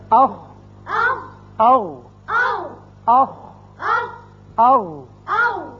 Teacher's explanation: دونوں مخارج میں آواز حلق کے اوپر والے حصے میں جا کر رکی · Term: اقصی حلق